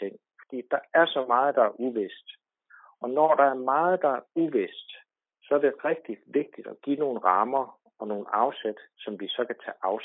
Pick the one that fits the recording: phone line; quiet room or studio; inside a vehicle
phone line